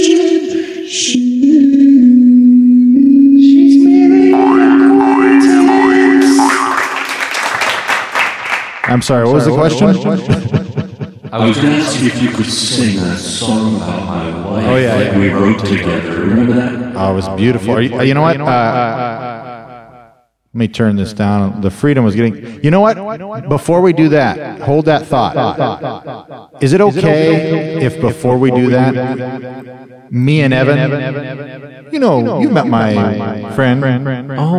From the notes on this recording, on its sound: Live studio audience.